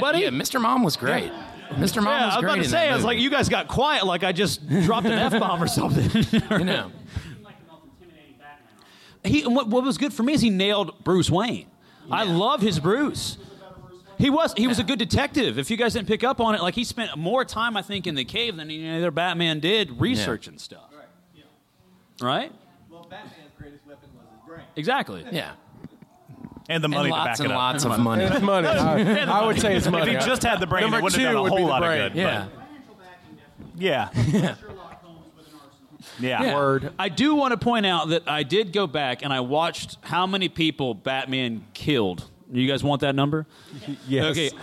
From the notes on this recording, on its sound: We were live at Pensacon 2017